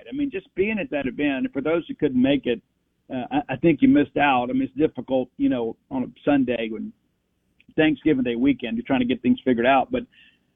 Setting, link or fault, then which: link, phone line